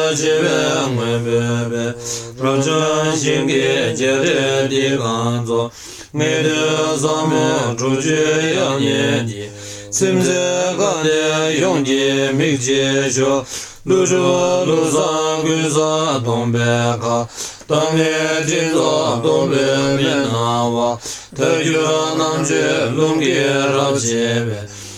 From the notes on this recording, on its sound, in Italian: al monastero di Tashi Lhunpo, Shigatse, Tibet